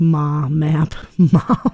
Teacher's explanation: a voiced bilabial nasal sound combined with a vowel pronounced by closing both lips and allowing air to pass through the nose